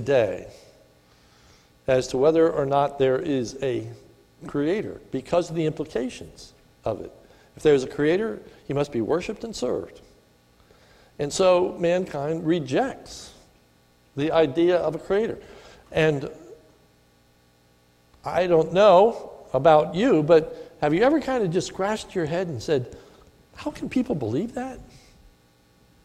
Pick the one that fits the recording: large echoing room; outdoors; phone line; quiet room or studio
large echoing room